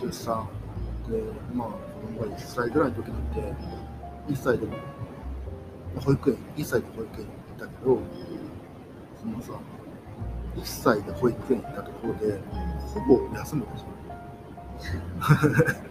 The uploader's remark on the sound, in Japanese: 前回に引き続き今回の放送も、マイクの調子がすこぶる悪く大変お聞き苦しいかと思います。音量にお気をつけください。